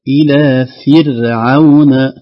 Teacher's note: الراء ساكنة وقبلها كسرة أصلية ترقق · Term: مرققة